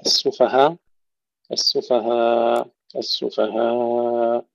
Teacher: حذف الهمزة أو إبدالها ألفا، ثم يكون لدينا القصر والتوسط والمد